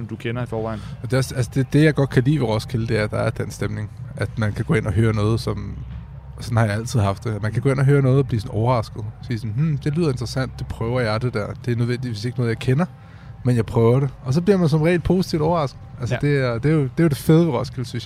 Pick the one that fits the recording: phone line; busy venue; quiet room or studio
busy venue